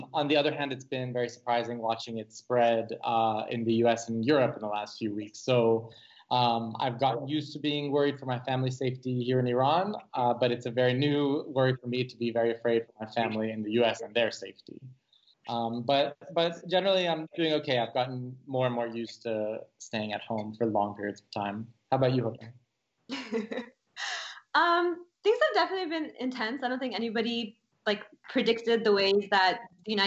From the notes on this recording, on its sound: Based on personal and incisive conversations with various interlocutors on location. We will be speaking with our guests, one or several at a time, via Skype.